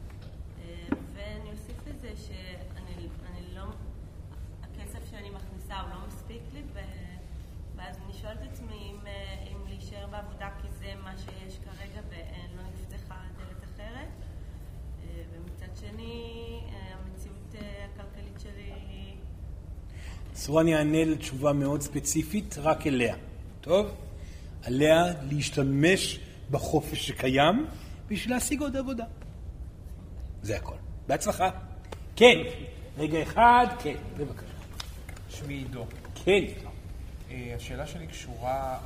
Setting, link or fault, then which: setting, live audience